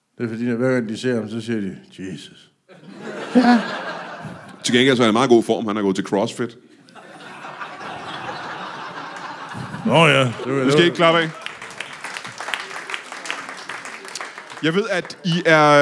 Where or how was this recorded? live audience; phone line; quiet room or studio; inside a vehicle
live audience